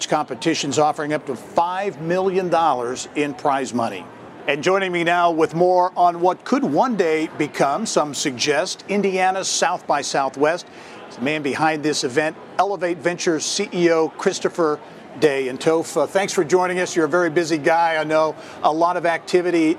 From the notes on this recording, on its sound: We are coming to you this week from the Indiana Convention Center in downtown Indianapolis for the Inaugural Rally Conference, an event billed as the largest global cross-sector innovation conference.